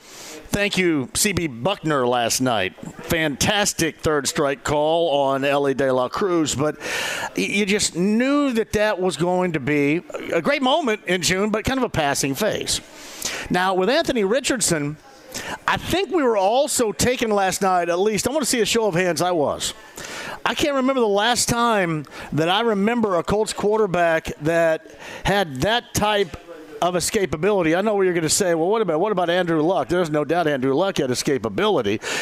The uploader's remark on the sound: Live From Union Jack Pub.